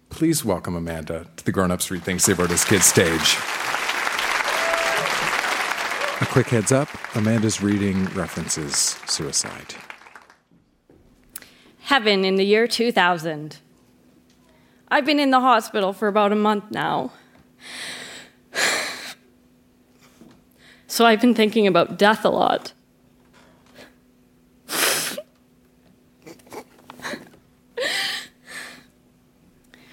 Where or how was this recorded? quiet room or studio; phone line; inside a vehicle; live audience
live audience